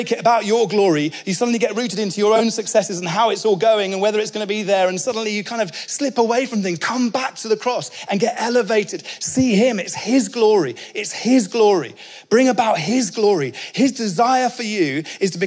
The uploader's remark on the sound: speaking at our 2022 Onelife Conference